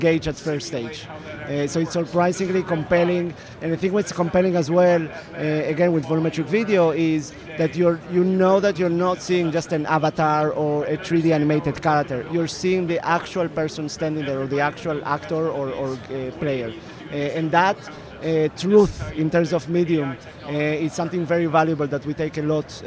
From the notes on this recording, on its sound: Interviews from the floor of the world's biggest computer graphics conference. SIGGRAPH 2019 Triptych.